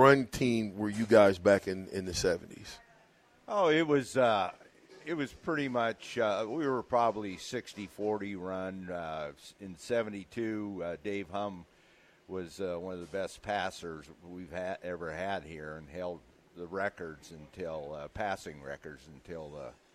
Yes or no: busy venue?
yes